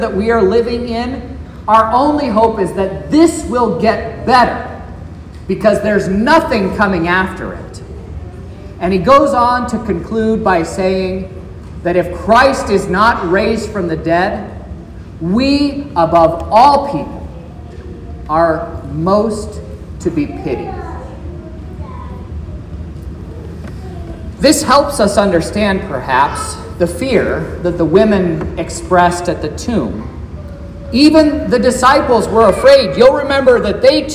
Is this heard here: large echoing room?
yes